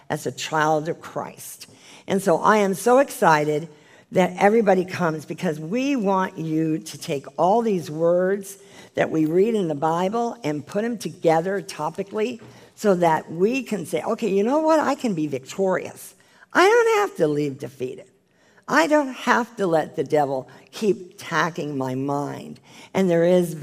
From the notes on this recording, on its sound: This is the full replay of the LIVE Rejoice Pompano Bible Study from June 2018.